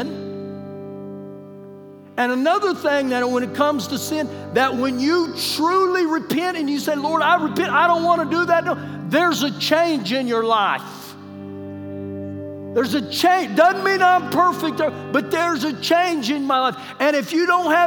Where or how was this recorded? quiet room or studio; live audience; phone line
live audience